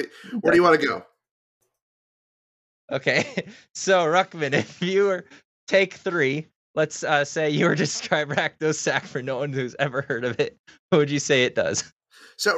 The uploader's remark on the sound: Sorry for the cuts; we had a bit of a mic issue since I upgraded to my new rode mic and still haven't figured out all the " features."